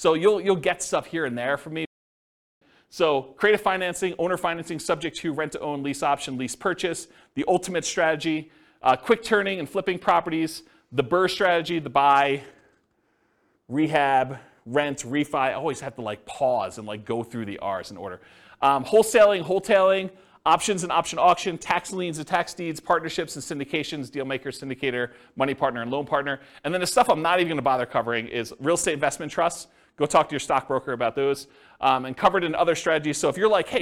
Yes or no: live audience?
yes